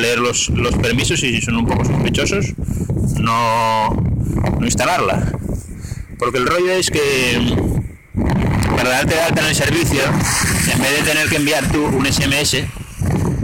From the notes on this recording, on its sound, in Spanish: Este audio está grabado en la calle y se oye bastante mal.